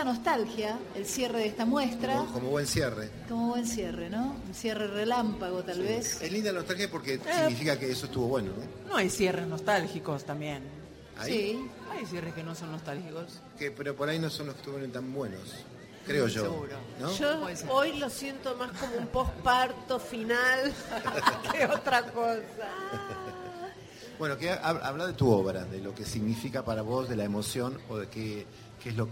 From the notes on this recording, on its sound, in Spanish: Transmisión especial en vivo de Nacional Rock desde el Palais de Glace en Buenos Aires.